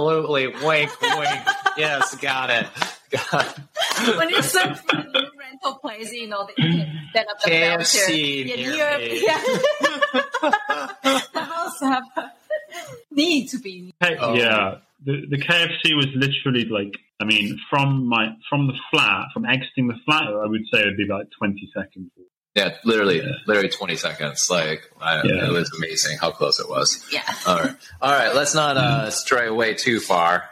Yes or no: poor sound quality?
yes